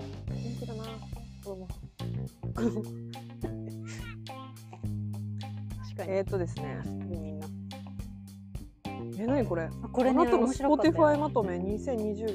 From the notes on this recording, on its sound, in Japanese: 新宿御苑。今回は、初めての外収録‼。